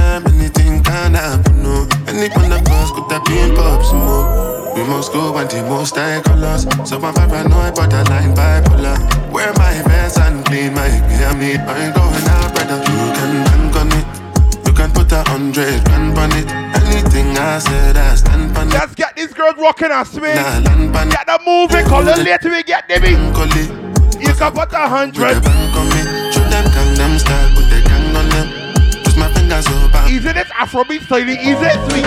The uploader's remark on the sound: LIVE AUDIO FROM UNCENSORED The Cruise